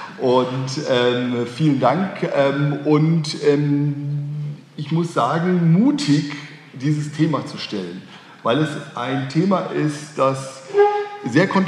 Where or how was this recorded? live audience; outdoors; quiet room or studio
live audience